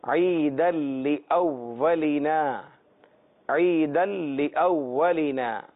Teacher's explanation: دال کا آگے لام میں ادغام ہو رہا ہے